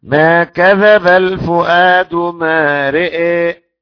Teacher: رأى يميل الراء والهمزة وألف بعدها شعبة، أي 11، ما كذب الفؤاد ما رأى.